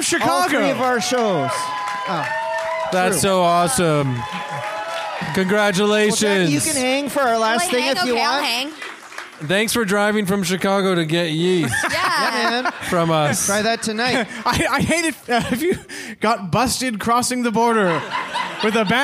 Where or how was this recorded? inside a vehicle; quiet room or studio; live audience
live audience